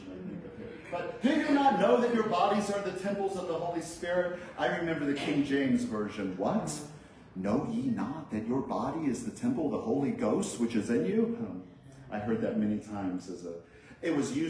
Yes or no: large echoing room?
yes